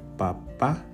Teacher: Notice the stress then at the end for the word father